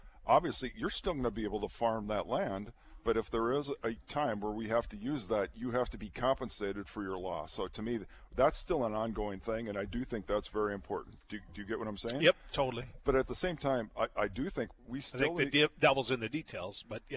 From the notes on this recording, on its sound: Is broadcasting live from the 41st Annual Red River Basin Land & Water International Summit Conference with the Red River Basin Commission.